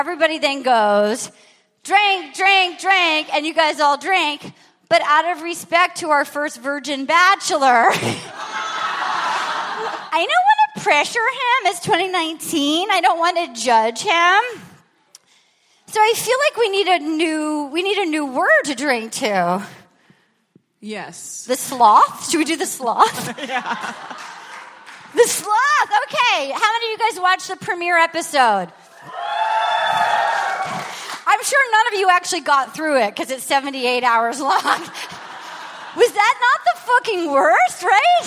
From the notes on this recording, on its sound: LIVE AT SAN FRAN SKETCHFEST! Live at San Fransisco Sketchfest for a raucous afternoon with the most wild, wonderful unruly audience in podcasting!